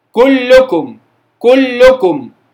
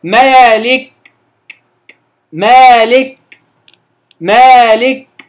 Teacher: الهمس أنا بقف على مخرج الكاف نفسه وبعدين بيتسرب بعض الهواء · Shown in: second take · لذلك لما بتبقى الكاف والتاء متحركة، لما الكاف والتاء بتبقى متحركة ما بيجريش فيها الهمس بنفس الصورة حينما تكون ساكنة.